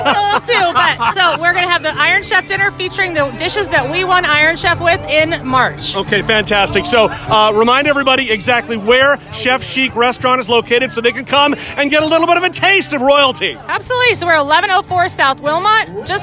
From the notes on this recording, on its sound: Just seconds after she cut the ribbon in front of a crowd of fans who gathered outside her new eatery, Chef Chic.